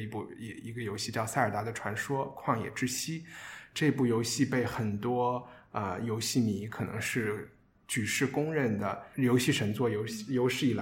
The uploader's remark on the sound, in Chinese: 这周节目是在一个比较大的办公室录音，可能回音感觉会比较强